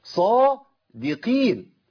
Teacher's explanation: الصاد مفتوح في اعلى مراتب التفخيم، القاف مكسوره ضعيفه جدا تبقى قي، يبقى صادقين، يبقى انا من بعد الصاد على طول ابتدي اخد هذه الابتسامه البسيطه صادقين، بس لا مجهود ولا مشاكل خالص ولا ايش خلال.